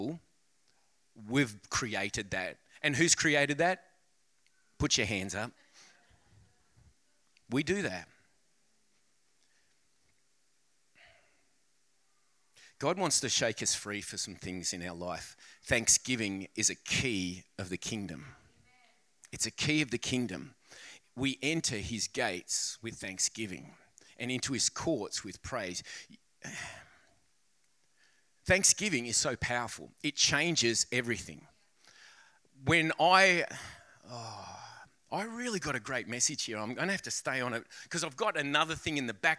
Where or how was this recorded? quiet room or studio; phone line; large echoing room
large echoing room